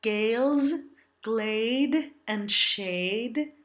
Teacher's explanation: be sure that the primary vowel of this diphthong is not an open one, but the closed lowercase e.